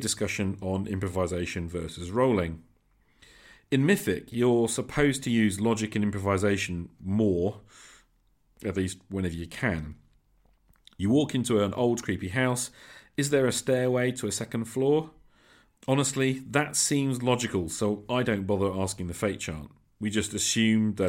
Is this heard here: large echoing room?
no